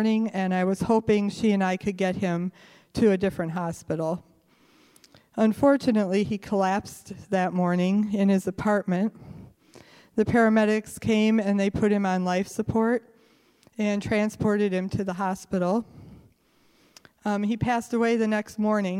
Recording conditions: live audience